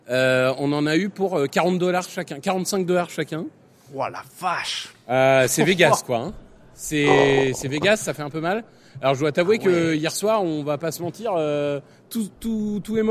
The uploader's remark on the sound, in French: Live au Super Bowl LVIII